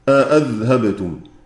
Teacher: وابن ذكوان على أصله يقرأ بتحقيق الهمزة الثانية أذهبتم، والباقون يقرؤون بهمزة واحدة، فالكلمة عندهم غير داخلة في هذا